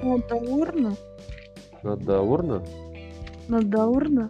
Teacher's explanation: ударение на «д», на «да» и все слитно